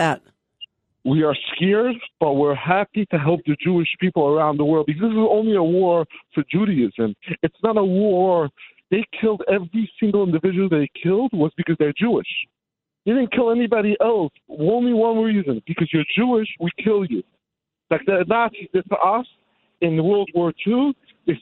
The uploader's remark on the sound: calls in live from the border of Israel and Gaza